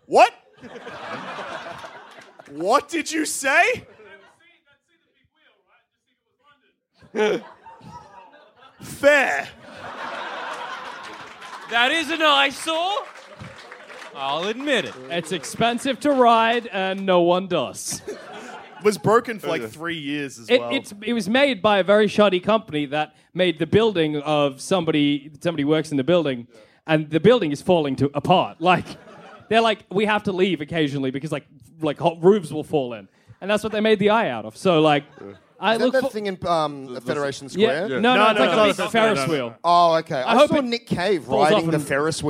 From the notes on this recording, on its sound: Live from the Sydney Comedy Fest. In which our heroes gather their friends, take to the stage.